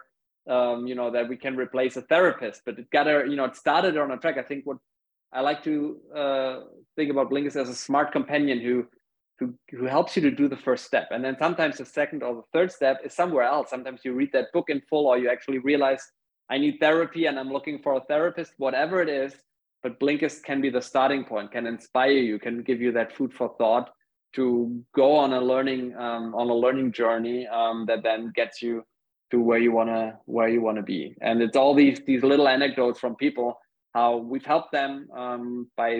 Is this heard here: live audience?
no